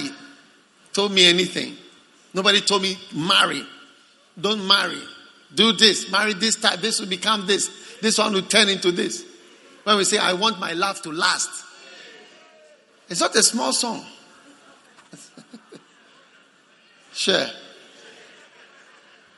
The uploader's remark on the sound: Preached at the Prophetic Encounter Service.